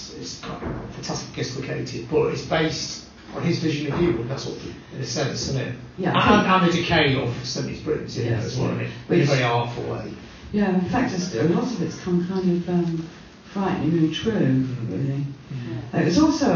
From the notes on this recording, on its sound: Recorded in front of a live audience at Rough Trade, Nottingham.